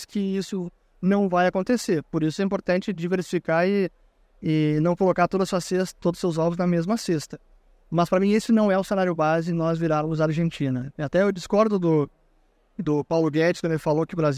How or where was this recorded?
busy venue